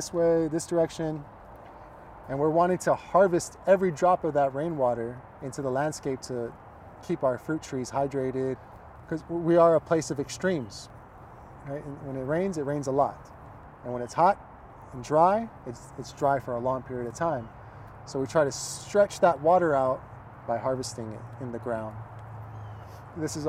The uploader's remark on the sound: a tour of Festival Beach Food Forest in Austin, Texas.